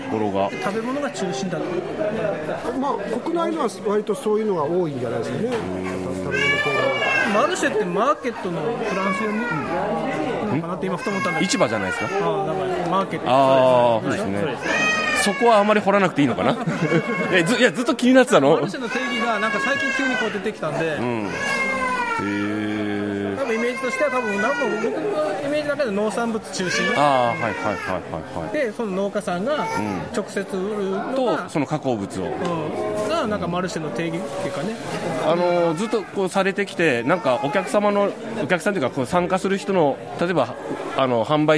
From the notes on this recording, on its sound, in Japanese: 特番形式で屋外で取材と収録。月一で開催されるアースデイマーケットくまもと。